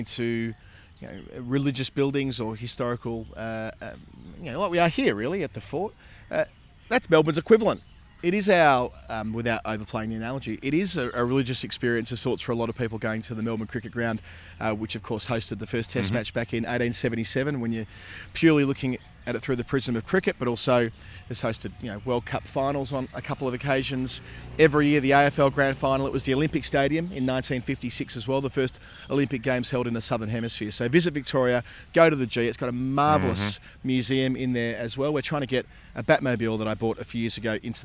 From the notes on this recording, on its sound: India v Australia, 2nd Test, Delhi. When you get the chance to record an episode at the Feroz Shah Kotla Fort, one of the most impressive ancient structures in India, why not?